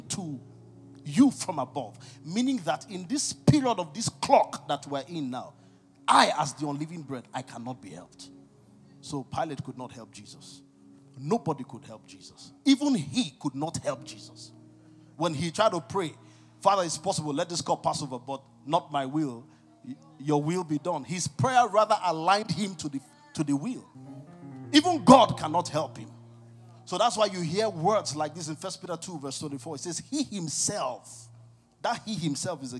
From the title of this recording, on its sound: CONFERENCE 2023. ( MORNING SESSION, DAY 1 )